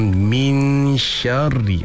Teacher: shin tu tebal, mi tu nak jadi pada apa yang nipis, jadi dia jadi macam min sya.